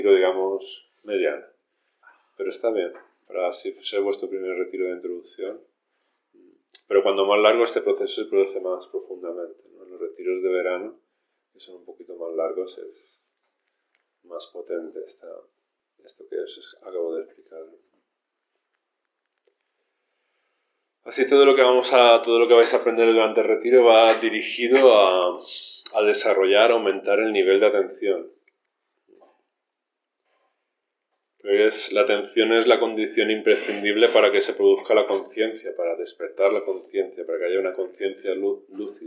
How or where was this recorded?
large echoing room